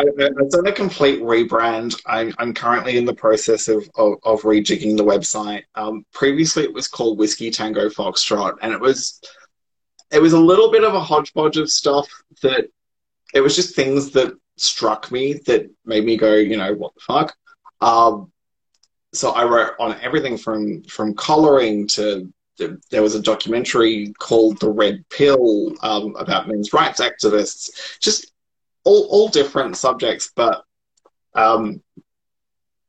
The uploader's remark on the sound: Recorded on 15 August 2020 on Instagram Live